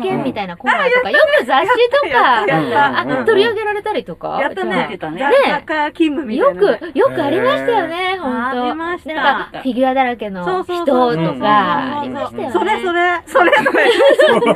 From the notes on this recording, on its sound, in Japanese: 祐天寺の古着屋 gargen730さんで特別収録！目黒区祐天寺1-15-4第二山本ビル101。